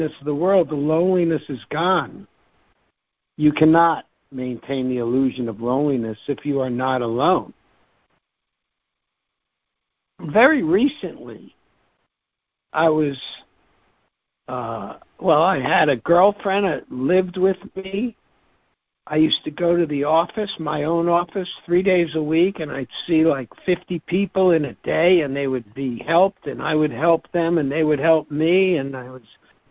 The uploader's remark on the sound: ACIM Daily Conference Call.